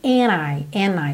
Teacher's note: esse D não foi pronunciado mesmo e a junção aconteceu pelo N. Lembra que isso é muito comum quando a penúltima letra da palavra é a letra N e a última letra é T ou D.